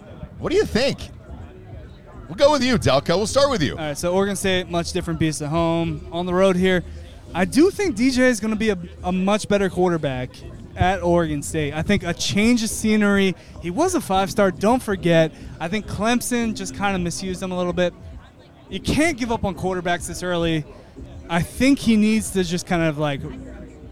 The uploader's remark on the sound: Live From University Of Central Florida